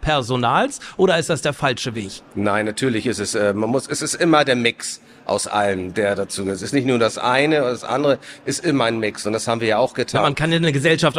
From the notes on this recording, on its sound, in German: Live-Talk von der Nord Gastro 2024